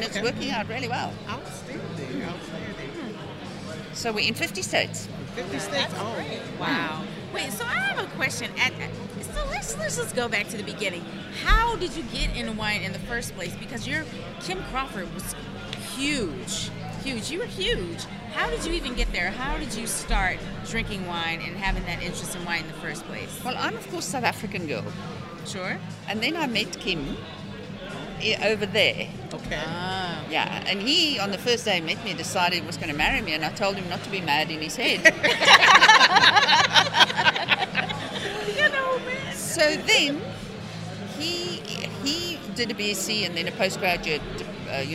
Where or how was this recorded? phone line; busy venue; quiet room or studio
busy venue